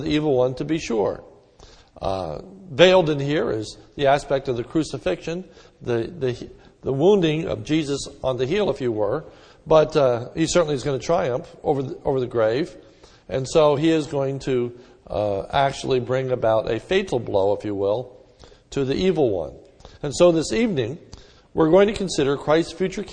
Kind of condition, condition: setting, large echoing room